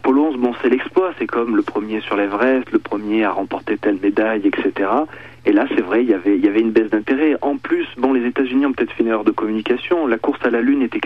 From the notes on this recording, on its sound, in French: par téléphone